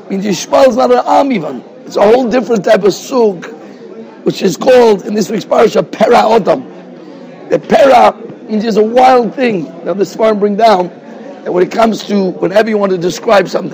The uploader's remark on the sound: Shiur recorded in Yeshivas Ohr Reuven, Monsey, NY.